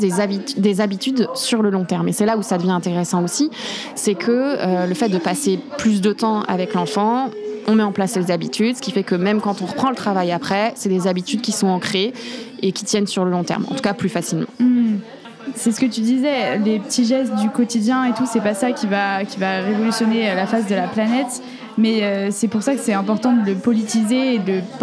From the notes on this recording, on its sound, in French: On s’est posées à la Maison du Zéro Déchet, un lieu de rencontres et d’initiatives, c’est pour ça d’ailleurs que vous entendrez le bruit et l’animation autour de nous dans cet enregistrement